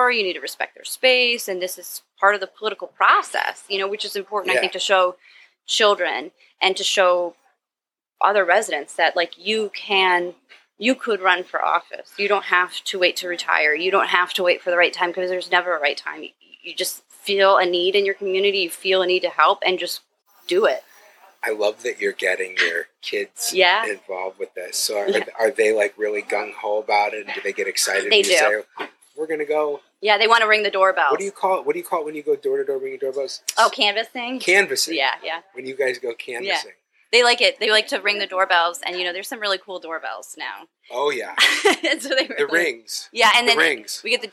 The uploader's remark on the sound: This episode of the Triple D Podcast was recorded at The Mad Batter Bakeshop.